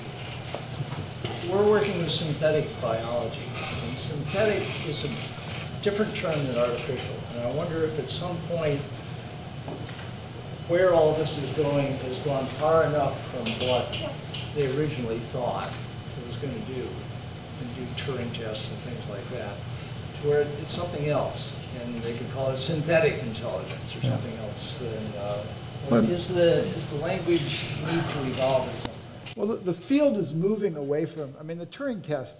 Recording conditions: busy venue